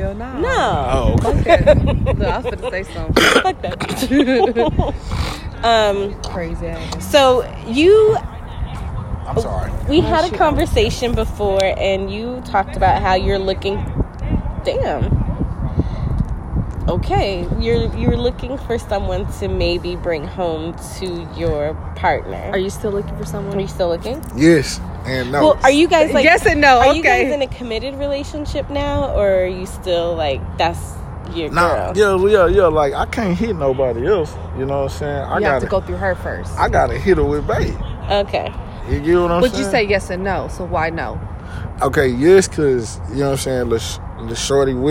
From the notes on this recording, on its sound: We have two quick guest pop on just to shoot the breeze.. We recorded outside because it’s nice.